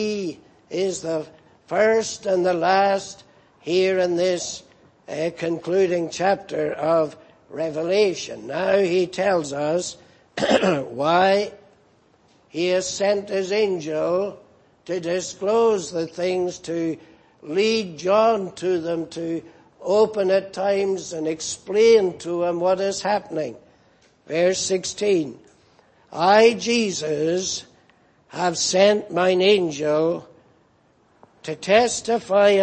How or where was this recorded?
large echoing room